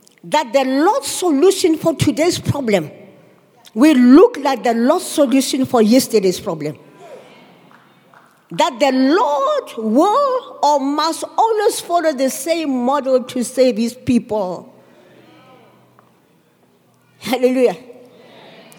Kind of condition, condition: setting, live audience